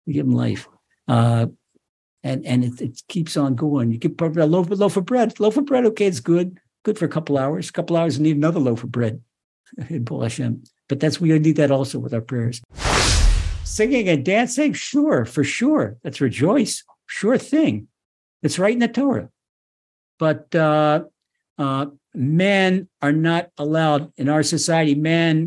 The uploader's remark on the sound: Recorded via TORCHzoom